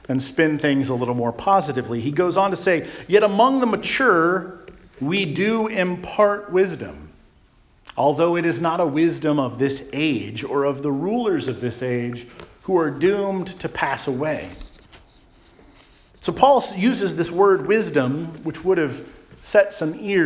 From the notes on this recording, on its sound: Charles Anglican Cathedral, Bremerton, WA.